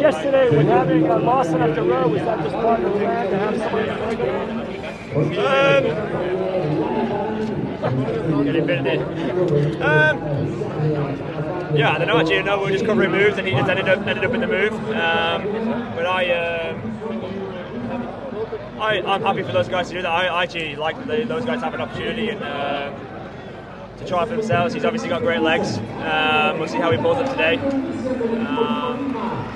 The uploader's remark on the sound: Live from an epic stage 6 at the Vuelta